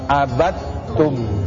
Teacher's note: Maka tidak dibaca dalnya, yang dimasukkan ke ta.